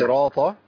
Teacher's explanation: اصل لو قلت لحضرتك صراطة يبقى انا ادلت الطاء بتاء